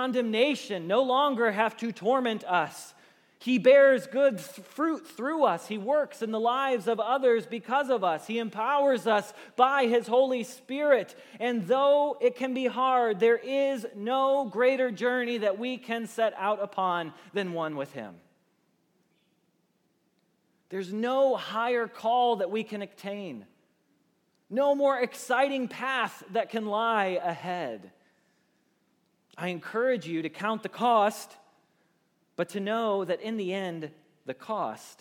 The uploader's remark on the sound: Message Preached at Valley Creek Church